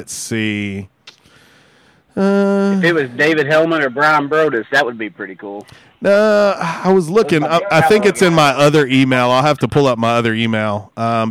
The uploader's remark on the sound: LIVE from the NFL Combine in Indianapolis!